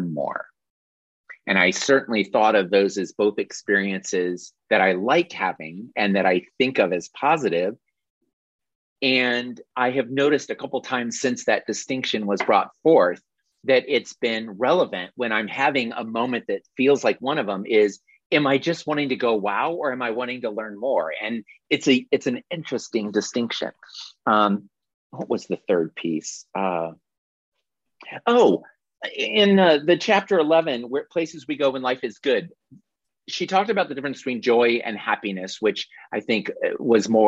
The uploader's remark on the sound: This is the audio replay of a monthly Zoomy Zoom